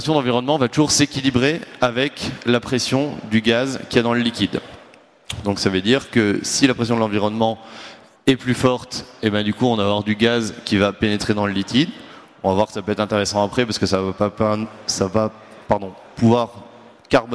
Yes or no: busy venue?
yes